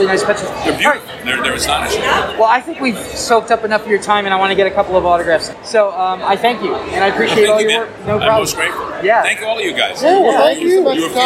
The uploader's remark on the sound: 3 Rivers ComicCon Interviews